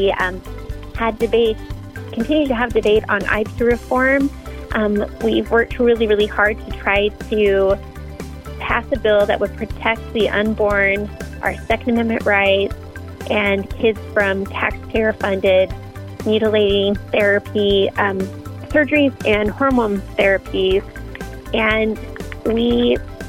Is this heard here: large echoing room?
no